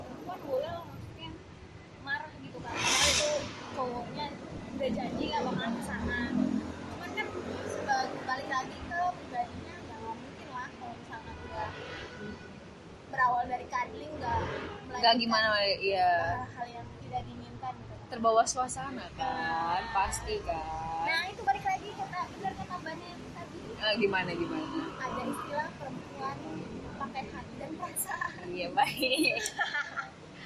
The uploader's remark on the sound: Sorry for noisy recording